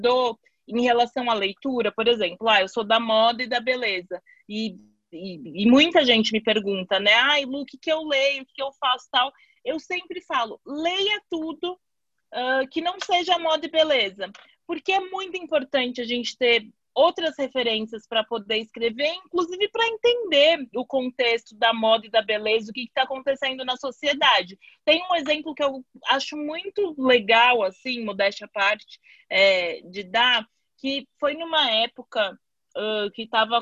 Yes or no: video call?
yes